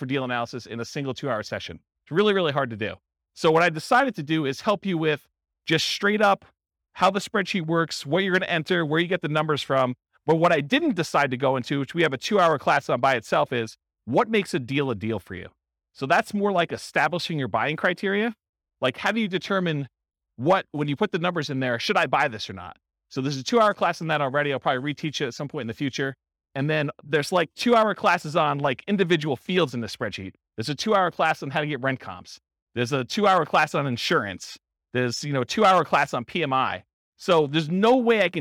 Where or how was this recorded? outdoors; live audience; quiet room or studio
live audience